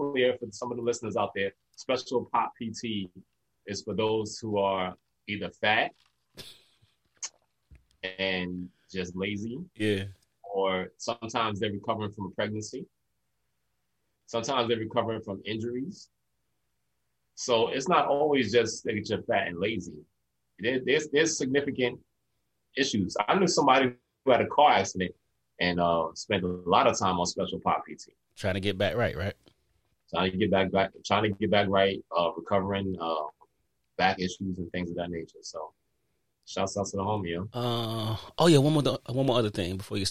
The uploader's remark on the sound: Despite the “Social Distancing” via zoom.